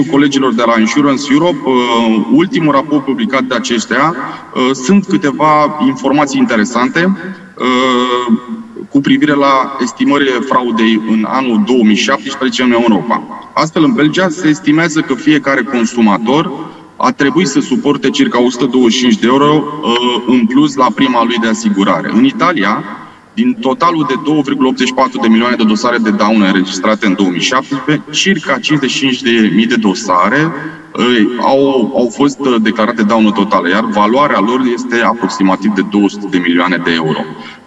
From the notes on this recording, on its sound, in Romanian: FRAUD SUMMIT 2021. Pe scena evenimentului, fizic și via Zoom.